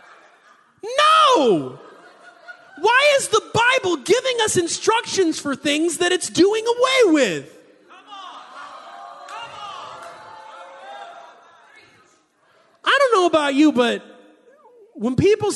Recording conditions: live audience